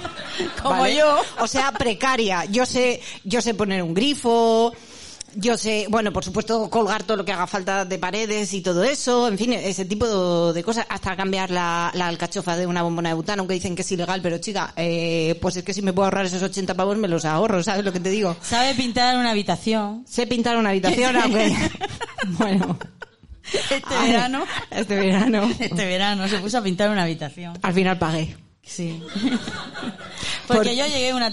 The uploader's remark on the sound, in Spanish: Live Show La Madriguera. En la sala La Madriguera. Nuestro primer podcast en directo con público que ha pagado por ver como hablamos. Vinieron y se quedaron hasta el final.